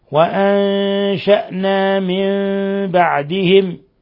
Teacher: نون ساكنة جاء بعدها الشين، إخفاء حقيقي